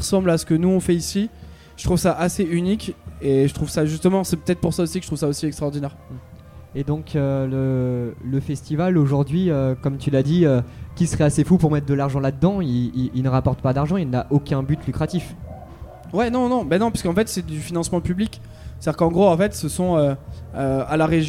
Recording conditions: busy venue